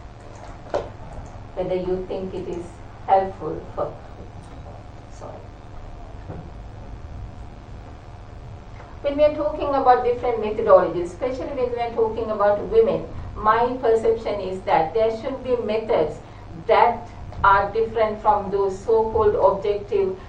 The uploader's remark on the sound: speaks at SRHE International Research and Researchers Network Event